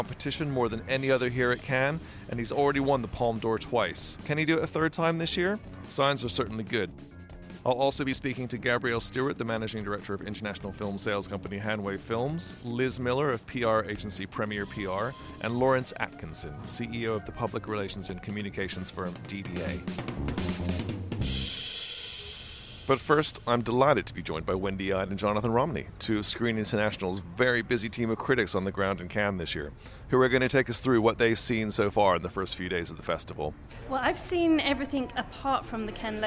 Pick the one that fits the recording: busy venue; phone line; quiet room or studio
busy venue